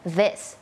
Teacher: มันมีความสั่นนิดนึงแล้วก็มีลมออกมานิดนึง